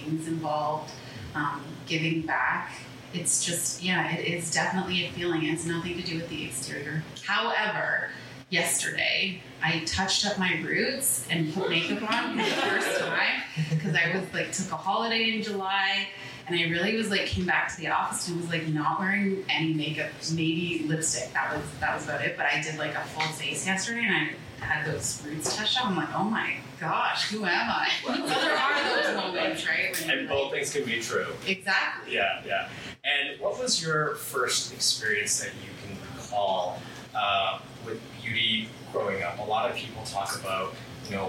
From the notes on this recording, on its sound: In front of a live audience. Held in a live format at Kissa Toronto located in the heart of the city's Entertainment District. Editor's Note: Due to technical issues, the audio in this episode was impacted and not consistent with our usual quality.